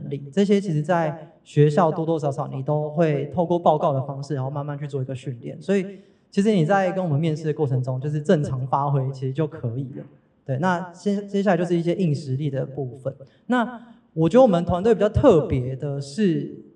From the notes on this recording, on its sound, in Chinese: 本集特別集延續上次實體小聚交流第二場 —— 數據專場錄音！因為現場收音的關係，音質還請多多包涵。